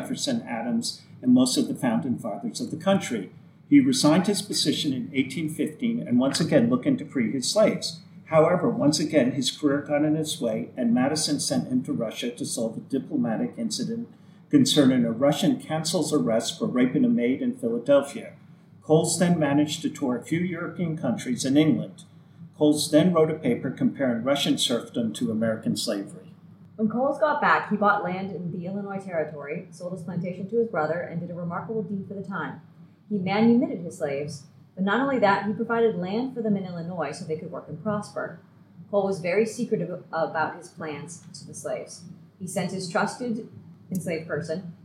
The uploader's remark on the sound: please bear with us as the audio quality in this episode reflects our upcoming relocation of recording space